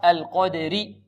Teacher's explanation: القدر اللام مرققة والقاف كما سبق مفخمة